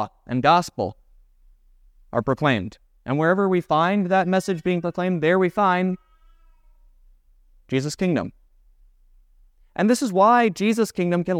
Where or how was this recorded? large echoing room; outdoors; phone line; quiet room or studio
large echoing room